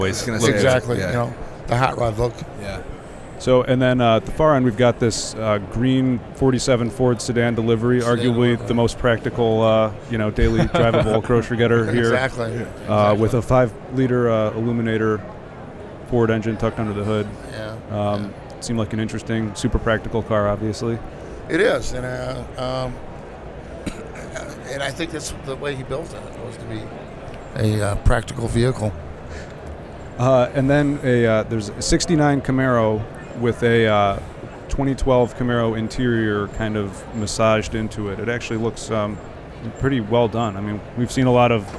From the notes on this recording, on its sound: at the Detroit Autorama live on the show floor